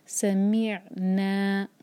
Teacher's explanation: میم کو جو میم پر جو کسرہ ہے اس کو می جیسی آواز نہیں آنی چاہیے، اس میں می آنی چاہیے. سمیعنا، میم کو عین سے جوڑیں گے لیکن جھٹکا نہیں آنا چاہیے اور عین کو حمزہ نہیں بنانا